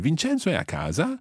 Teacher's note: by raising your voice at the end, then you can make it into a question